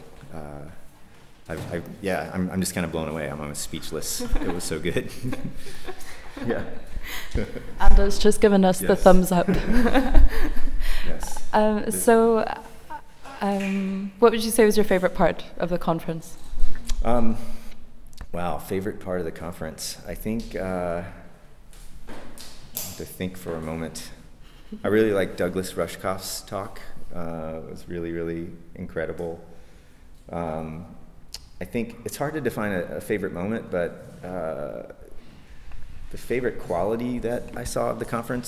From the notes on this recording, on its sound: At the Hello Etsy conference (17-18 September 2011, Berlin)